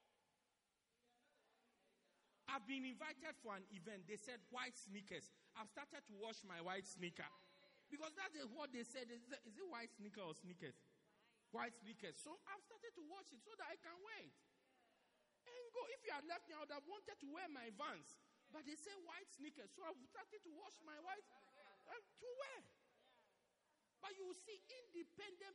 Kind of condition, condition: setting, large echoing room